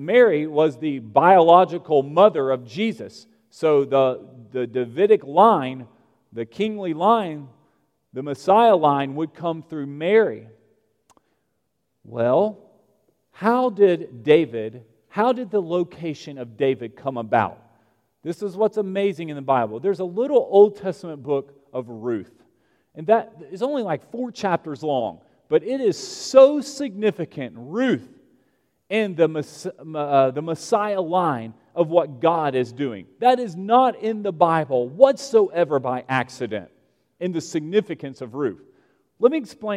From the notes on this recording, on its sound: at Broadway Baptist Church, Lexington, Kentucky